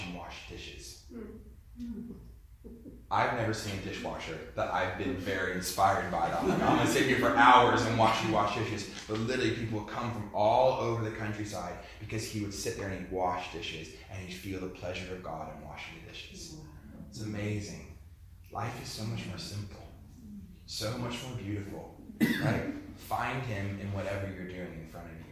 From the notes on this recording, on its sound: Fire & Light Conference 2018 Saturday 23rd June 2018 Destiny Church Melbourne